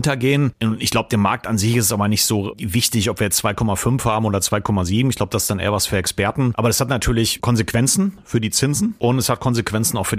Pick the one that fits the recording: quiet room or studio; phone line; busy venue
quiet room or studio